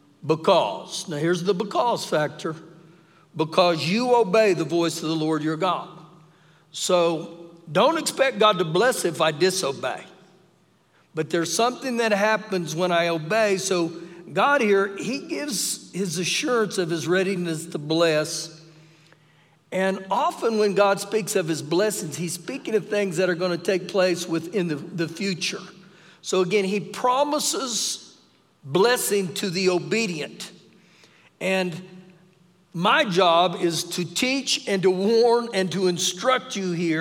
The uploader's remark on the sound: Recorded live during our Wednesday night service